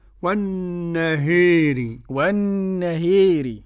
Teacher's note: وقرأ الإمام أبو عمرو البصري وقرأ دوري عن الكسائي بالإمالة الكبرى